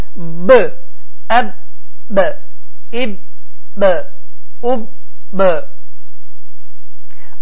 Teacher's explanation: Birinci sifəti şiddət, yəni hava axını tamamilə dayanır.